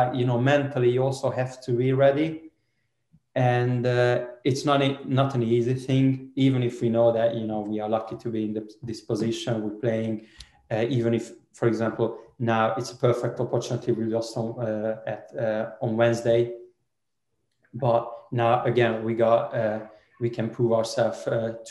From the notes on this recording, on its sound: Virtually faces the media ahead of QPR's trip to Ashton Gate.